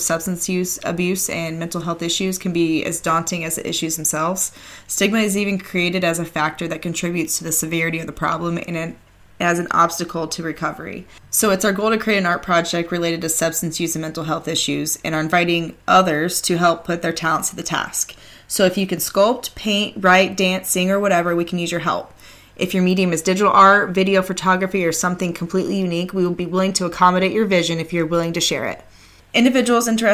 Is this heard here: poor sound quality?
no